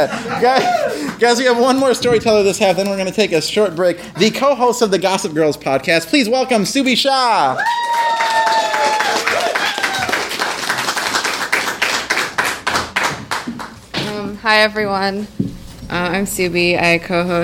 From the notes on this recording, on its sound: When it comes to cool stuff happening in Chicago podcast, Postloudness is high on our list, so we were really jazzed to collaborate with them for an evening of live storytelling.